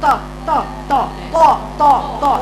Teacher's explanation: جزء من ظهر اللسان لاصق في الحنك الاعلى نايم عليه مش طرفه بس لا جزء نايم كده عشان كده شوف الصوره هنا واضحه اكتر · Term: الاطباق